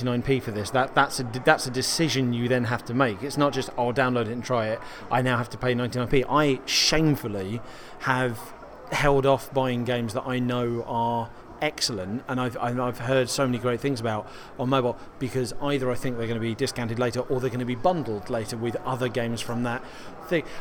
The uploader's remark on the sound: Recorded at Mobile Games Forum 2017 in London